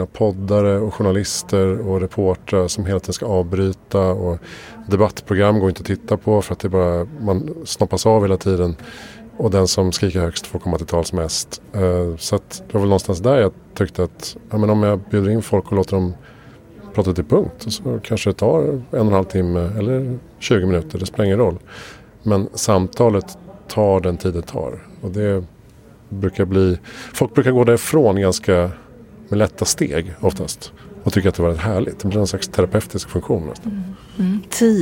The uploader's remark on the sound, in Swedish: Inspelat på Epicenter Stockholm under SIME Conference